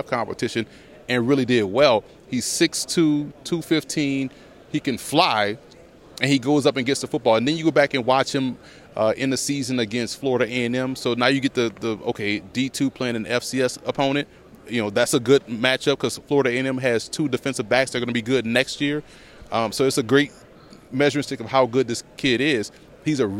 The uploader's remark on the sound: Live from the NFL Combine